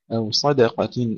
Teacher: نرقق الدال بين الصاد والقاف المفخمين